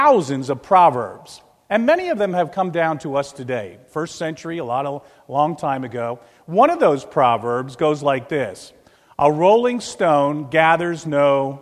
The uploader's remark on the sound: This is a recording of the Lebanon Bible Fellowship Church in Lebanon, PA on 5/1/2016 during the morning service